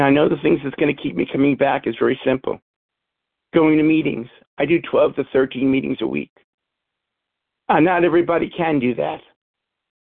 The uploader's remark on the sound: from the 100 Pounders Phone Meeting, 10/7/23.